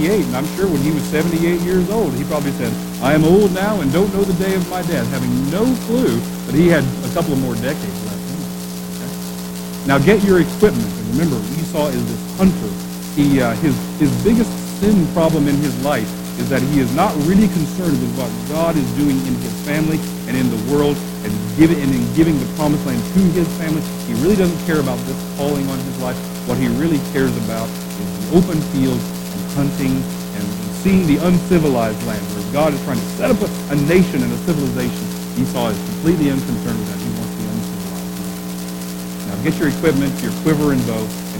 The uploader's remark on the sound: We apologize for the poor quality audio.